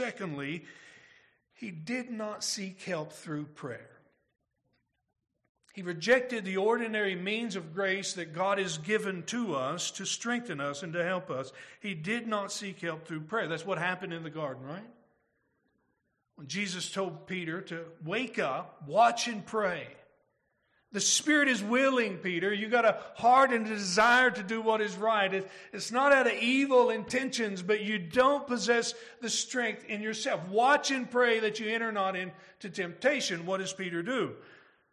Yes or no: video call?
no